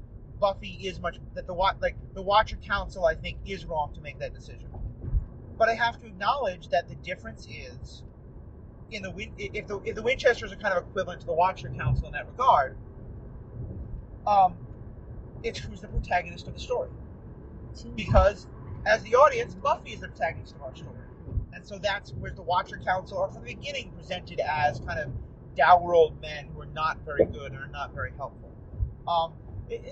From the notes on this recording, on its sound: On our drive back from Cleveland, we once again took advantage of the drive to bring you a car talk episode, recorded on a phone in a car.